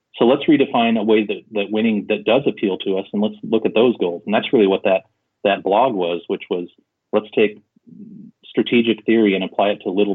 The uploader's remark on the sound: We caught up with him by phone